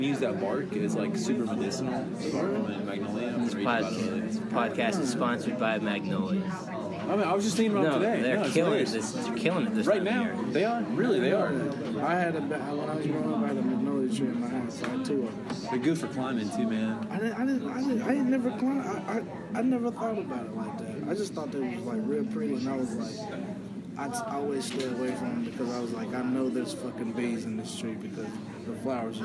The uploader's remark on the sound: Sorry about the backround noise